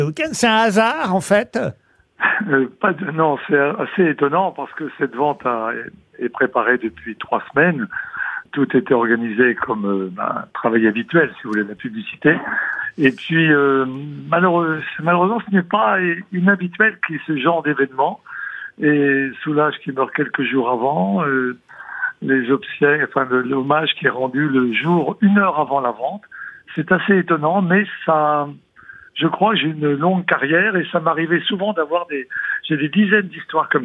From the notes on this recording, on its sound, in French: au téléphone ce 3 novembre avec les Grosses Têtes